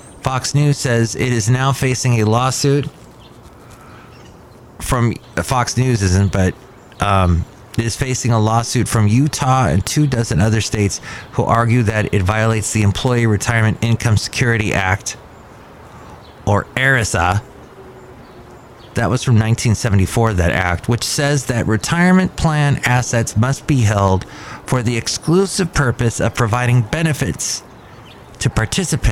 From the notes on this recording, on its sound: podcasts live from Cafe Anyway